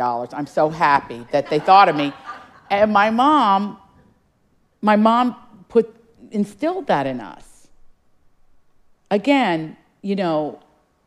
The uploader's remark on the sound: In this live audience episode.